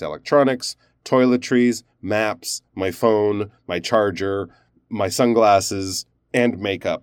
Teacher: And then the last one, you'll go down a little bit.